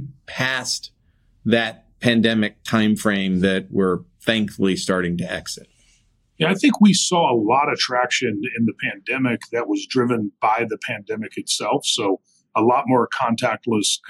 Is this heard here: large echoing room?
no